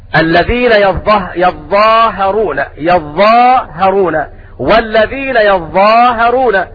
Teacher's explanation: قرأوا كذلك بتخفيف الهاء